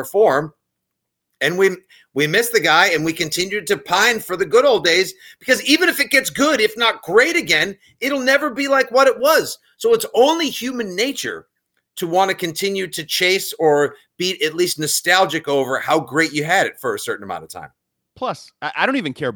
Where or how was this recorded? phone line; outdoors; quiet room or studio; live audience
quiet room or studio